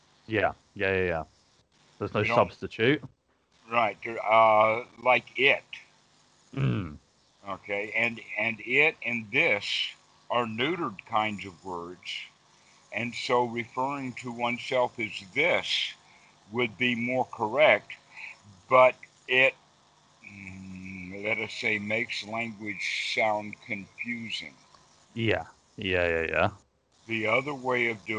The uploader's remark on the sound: Skype calls.